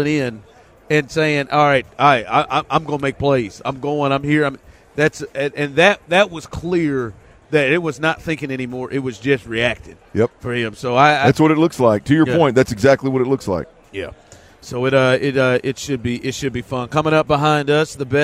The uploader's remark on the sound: Joins THE DRIVE from Sin City. Live from radio row in Vegas.